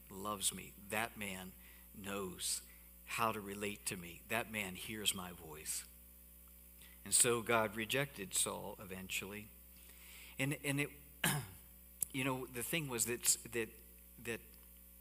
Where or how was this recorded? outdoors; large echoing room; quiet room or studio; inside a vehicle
large echoing room